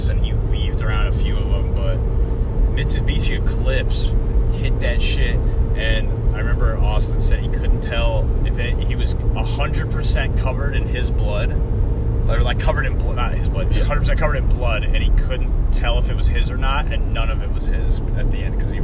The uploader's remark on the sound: Travel to Idaho. With a 25 hour drive there and then back again, we decided to record our journey at some points.